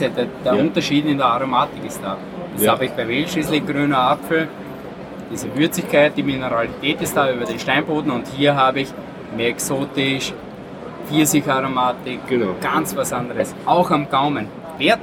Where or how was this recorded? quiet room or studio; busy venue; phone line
busy venue